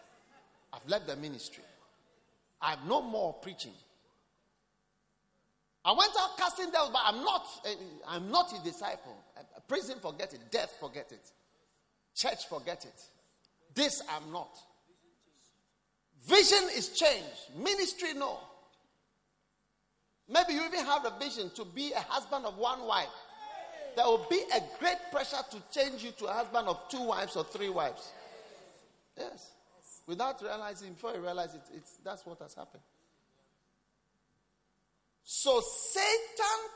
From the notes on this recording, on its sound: Preached at the First Love Center Accra Ghana